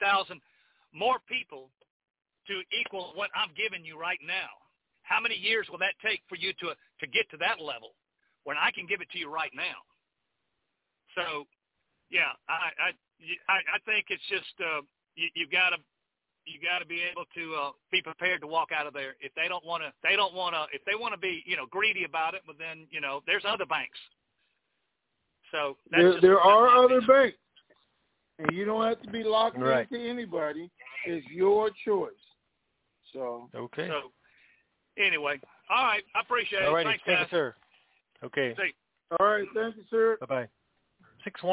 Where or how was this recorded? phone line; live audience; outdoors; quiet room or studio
phone line